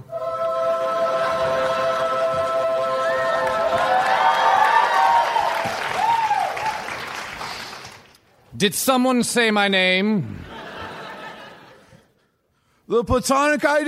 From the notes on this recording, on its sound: Recorded Live 1/22/2011 at San Francisco SketchFest.